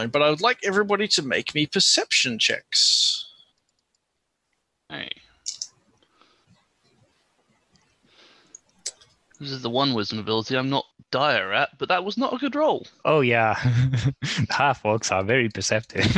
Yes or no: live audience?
no